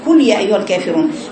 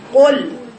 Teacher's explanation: كل من الاكل وليس من القول تقول كل يا ايها الكافرون هي لم ترفع اقصى لسانها عشان تجيب القاف · Shown in: second take